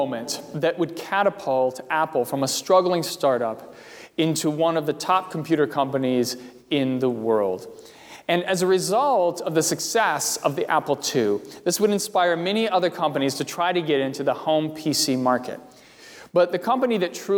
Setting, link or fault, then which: setting, large echoing room